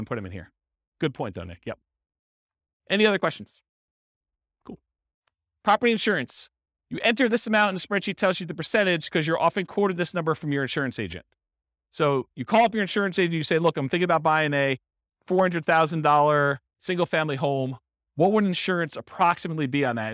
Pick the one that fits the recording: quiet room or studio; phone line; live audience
live audience